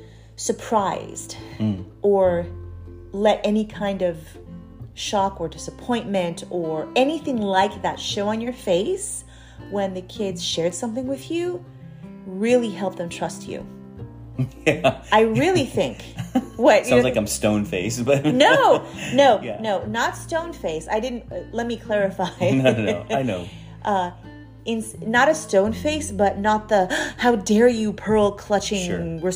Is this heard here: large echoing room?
no